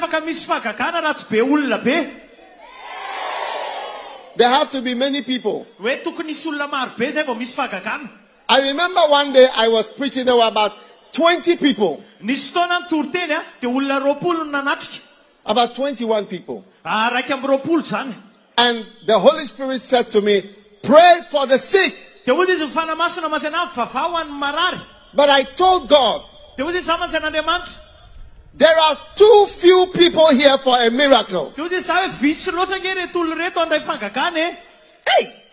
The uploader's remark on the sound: Preached at the Healing Jesus Crusade May 2023, Mahajanga-Madagascar.